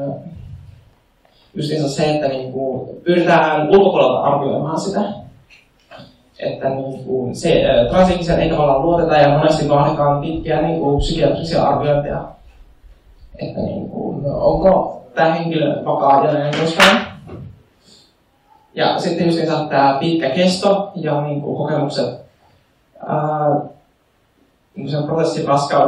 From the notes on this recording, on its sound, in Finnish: Luento järjestettiin Ulkoparlamentaarinen toiminta 2020-tapahtumassa Oodissa lokakuussa 2020. Ulkoparlamentaarinen toiminta -tapahtuman luentojen tallenteet.